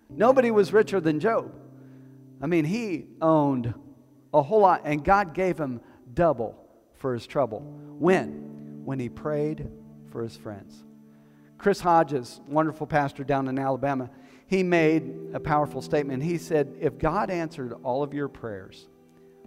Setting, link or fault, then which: setting, large echoing room